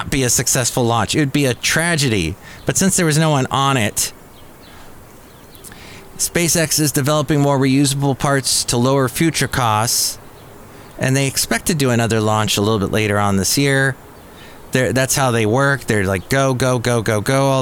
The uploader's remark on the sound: podcasts live from Café Anyway